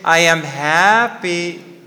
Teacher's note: If I say, I am happy, so ha is normally the tonic syllable.